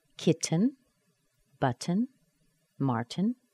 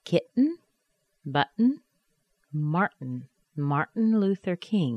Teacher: Okay, don't remove your tongue from your teeth. Now, go from the T sound where your tongue is against your teeth and make an N sound without removing your tongue. · Shown in: second take